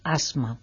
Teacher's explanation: un hispanohablante pronuncia una S sonora cuando dice asma. Es decir, que somos perfectamente capaces como hispanohablantes de pronunciar una S sorda y una S sonora.